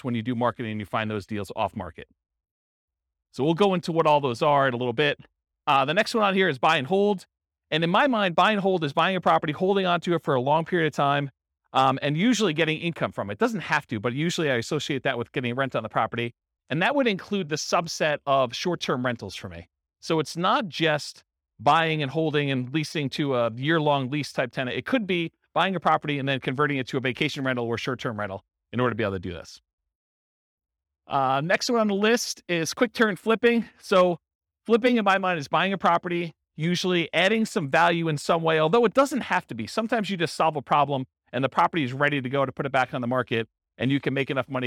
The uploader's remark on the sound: This was a live class recorded